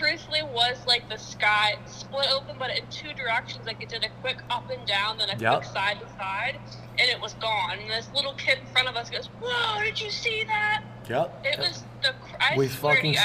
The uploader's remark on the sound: go live from center stage of the gym, on the Reverse Hyper Machine!